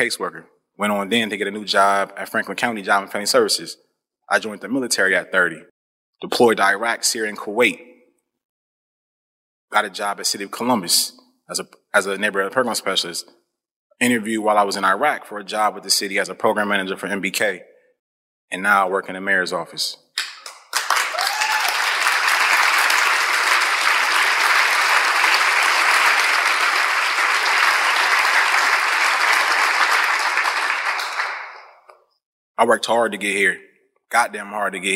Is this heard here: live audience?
yes